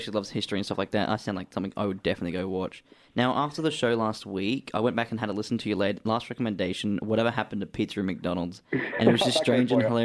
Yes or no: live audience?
no